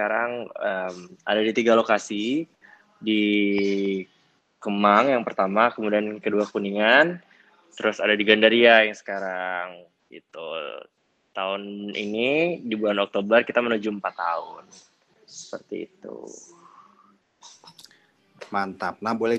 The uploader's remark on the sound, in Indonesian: Clubhouse Session. Rekaman clubhouse sesi ke-10.